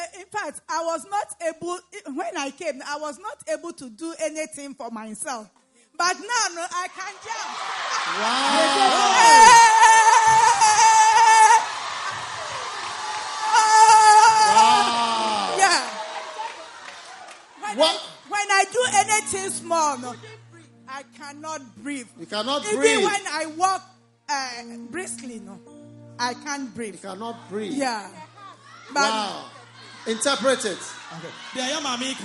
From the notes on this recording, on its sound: Preached at a Healing Jesus Campaign in Goaso, Ghana